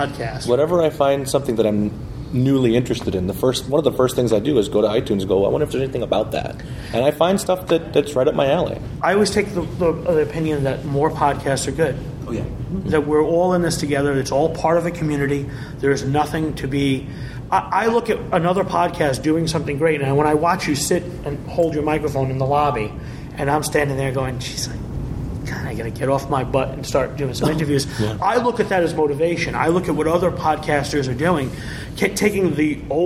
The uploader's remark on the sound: This episode was recorded both at and a little after the Chicago TARDIS 2010 convention. This episode was recorded both at and a little after the Chicago TARDIS 2010 convention. You will also hear some select audio clips from the podcast panel!